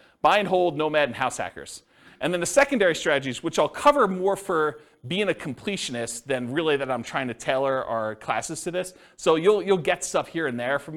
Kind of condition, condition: setting, live audience